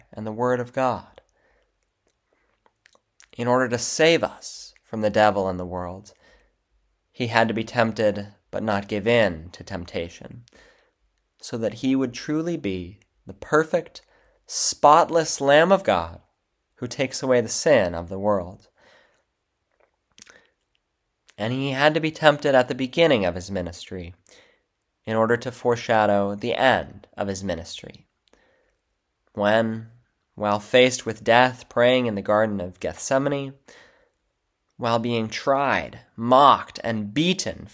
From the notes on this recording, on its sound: February 18, 2024 Church Service – First Sunday of Lent. Divine Service 2024-02-18 Lent – Sermon Audio.